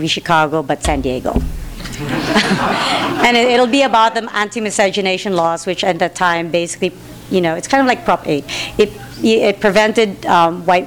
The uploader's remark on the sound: THIS EVENT WAS RECORDED LIVE AT SKYLIGHT BOOKS ON MAY 4, 2013.